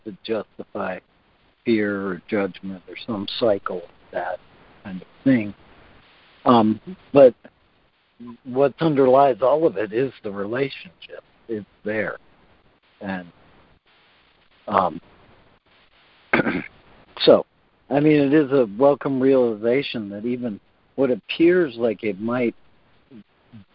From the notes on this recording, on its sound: joining together on a Free Conference Call